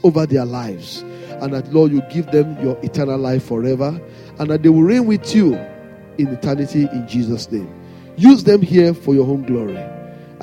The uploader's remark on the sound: Sunday Service message preached. RCCG Lagos, Nigeria.